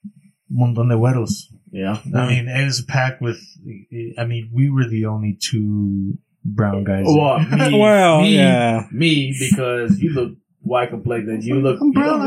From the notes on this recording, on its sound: PLEASE EXCUSE OUR BAD AUDIO ON THIS EPISODE. WE APOLOGIZE AND WILL CONTINUE TO IMPROVE OUR RECORDING.